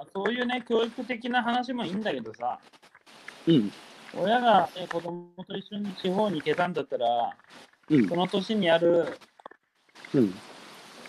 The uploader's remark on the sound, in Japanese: 歩きながら1時間、対談する。